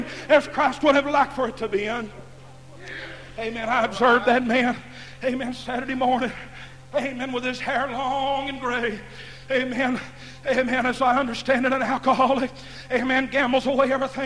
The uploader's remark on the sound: Preaching at Muldrow Holiness campmeeting Muldrow Ok. Broadcast on Echoes of Holiness Radio.